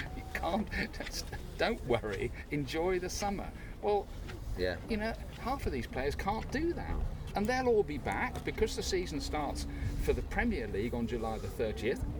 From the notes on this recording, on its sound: headed down to the beach to record the podcast